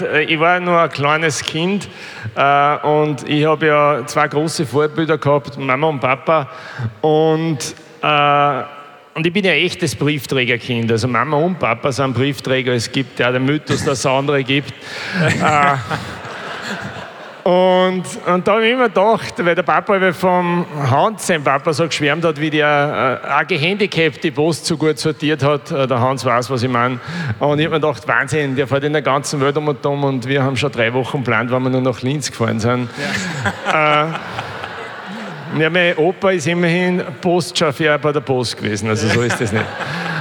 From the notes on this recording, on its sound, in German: Hören Sie nun die Aufzeichnung der Festivalgala